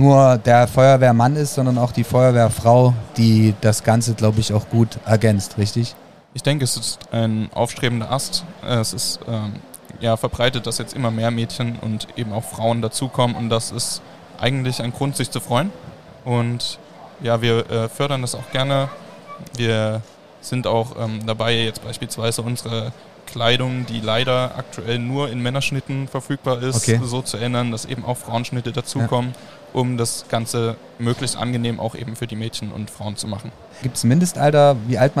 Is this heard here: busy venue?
yes